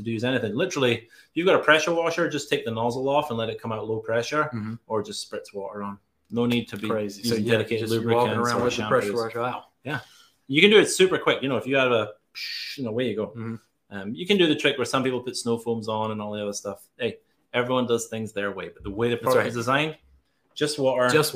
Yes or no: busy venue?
no